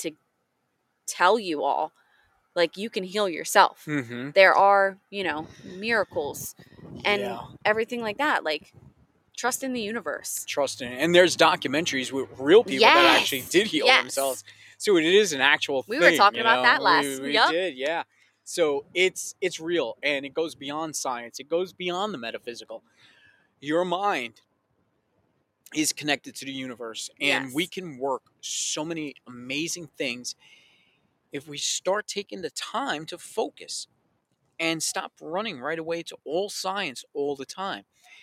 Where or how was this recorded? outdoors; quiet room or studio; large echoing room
outdoors